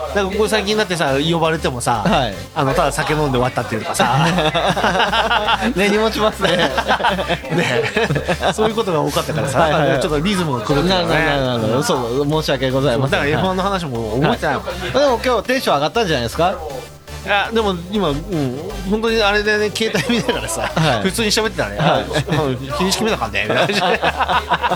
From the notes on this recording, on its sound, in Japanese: 愛知県東海市を中心に、お酒を呑みながらおじさんが喋るラジオ。今回も、東海市富木島町、聖地「とんちんかん」で収録！！全国串まつり 当日の打ち上げに緊急参戦した様子もお届け！？